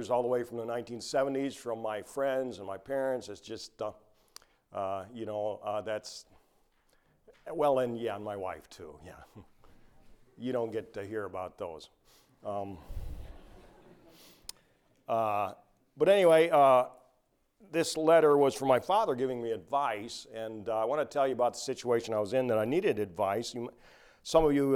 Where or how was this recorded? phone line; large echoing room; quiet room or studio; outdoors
large echoing room